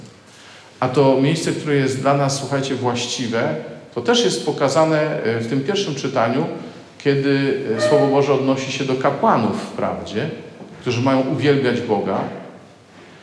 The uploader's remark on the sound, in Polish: nagranej podczas spotkania Koinonii w Malborku